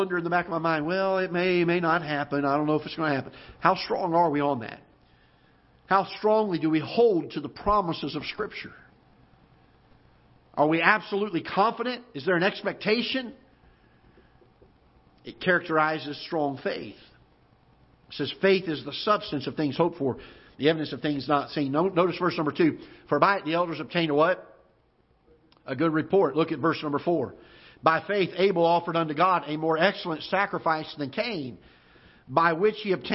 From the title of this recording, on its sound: Ketha Heights Baptist Church ~ Live Broadcast